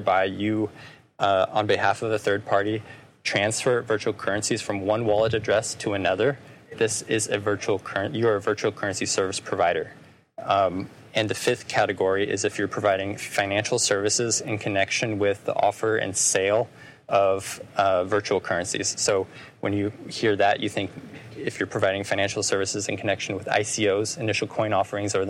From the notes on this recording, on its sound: I was invited to moderate this panel discussion by Stadler Völkel Attorneys at Law in Vienna. Sorry, for the sometimes bad audio quality due to the live recording outdoors!